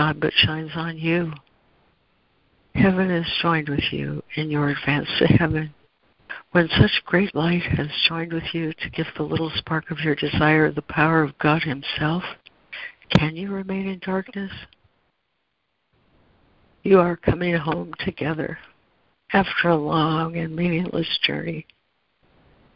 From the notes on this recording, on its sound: ACIM Daily Conference Call